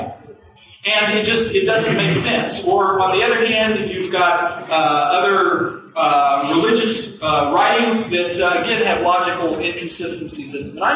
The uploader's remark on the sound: In February of 1996 the Kansas University Debate Team sponsored a debate on the existence of God. The lecture hall was packed with 850 students in attendance. A remastered recording of that 1996 debate.